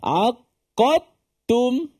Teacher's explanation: idgham secara sempurna lah masuk total dal suara dah tak ada sikit pun tak ada masuk semua ke dalam tak dal makhraj dan sifat dal semua masuk dalam tak aqattum hmm. · Term: idgham kamil